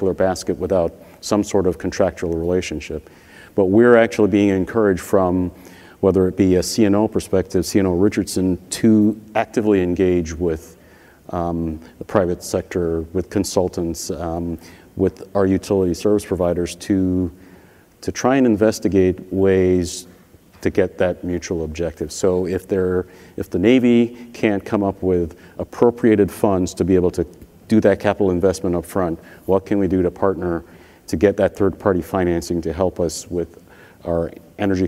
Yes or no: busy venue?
yes